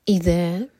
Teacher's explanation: اذا، ذہن کے لیے زبان اوپر والے دانتوں کو ٹچ کرے گی اور تھوڑی ٹپ باہر ہوگی